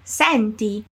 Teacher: guarda che la E non è chiusa, ma aperta